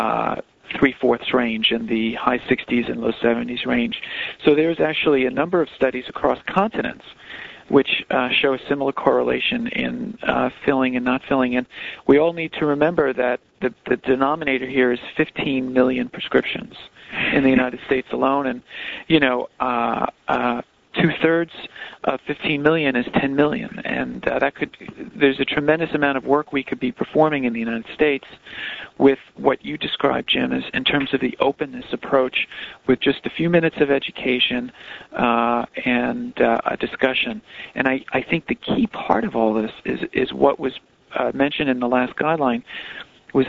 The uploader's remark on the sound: Author in the Room® Teleconference